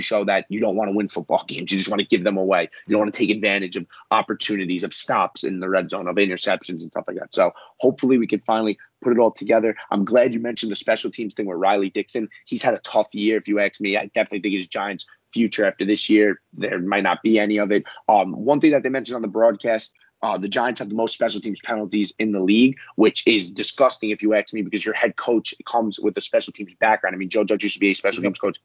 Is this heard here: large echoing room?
no